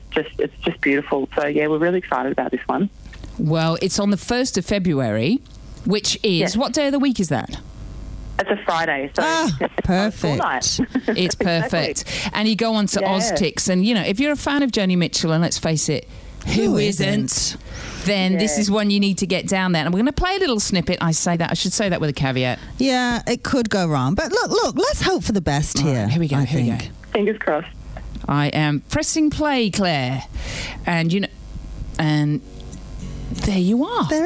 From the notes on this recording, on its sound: phones in to The G-Spot for a chat